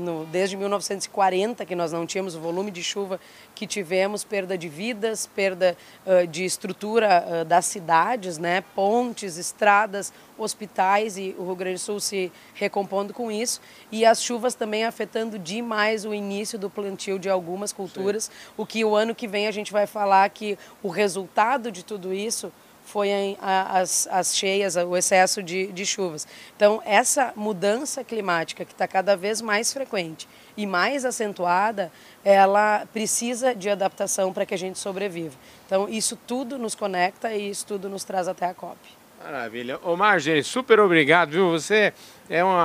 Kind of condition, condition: setting, busy venue